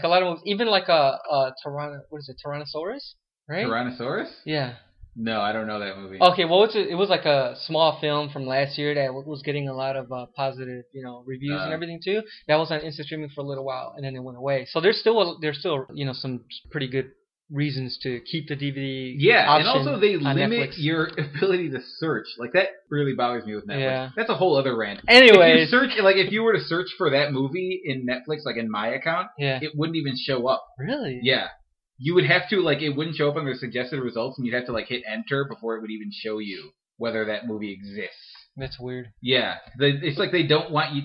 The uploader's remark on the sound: Apologies for the quality of the audio this episode. Trying to break in this new mic.